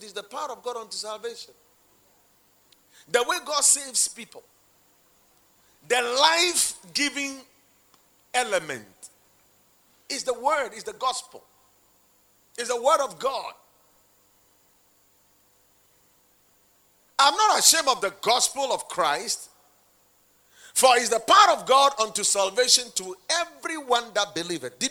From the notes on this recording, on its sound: Preached at the Watered Garden Church in Takoradi